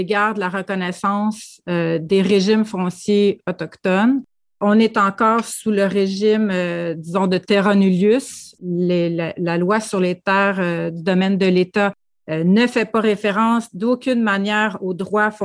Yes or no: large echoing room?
no